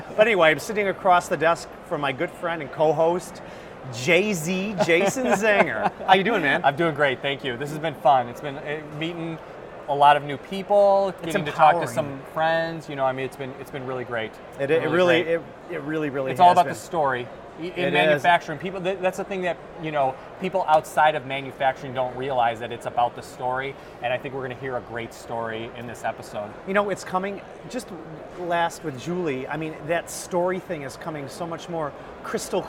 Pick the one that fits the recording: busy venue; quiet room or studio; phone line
busy venue